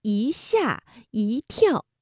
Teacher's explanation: 如果是在去声字之前呢，这个一要变成阳平，如一下一跳。而今天这一日之师，我们说就是把一变成四声读一。如果是夹在重叠词之间，要变轻声，如想一想看一看。好，接下来来听画蛇添足的成语故事。我们的问题是，和蛇有关的描述中存在哪些变调现象？咱们今天要讲的成语是画蛇添足。古时候啊，楚国有一家祭祖，这祭祖需